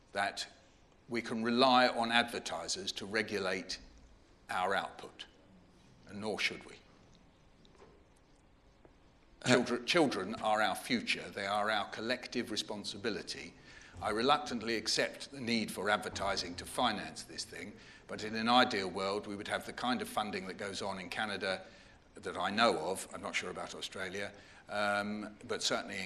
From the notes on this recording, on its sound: CMC 2018 - Opening Keynote. Delivered the opening keynote at this year’s CMC.